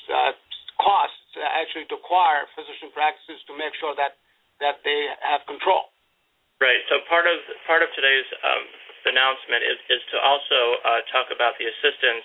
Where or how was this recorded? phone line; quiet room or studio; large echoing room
phone line